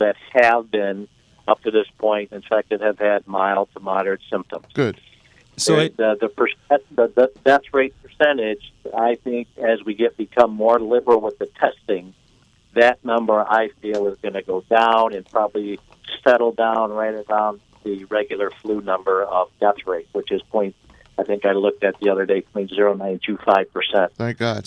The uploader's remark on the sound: joined on the phone